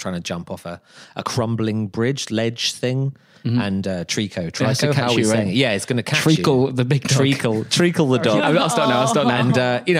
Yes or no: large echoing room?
no